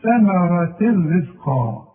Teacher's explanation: حكم الراء زي حكم اللام، إدغام كامل بدون غنى